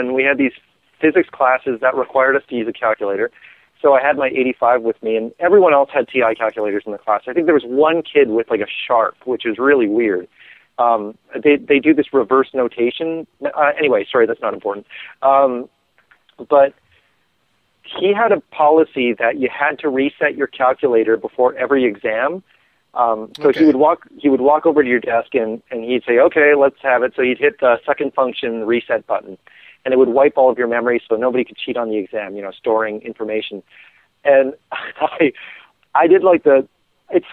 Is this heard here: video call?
no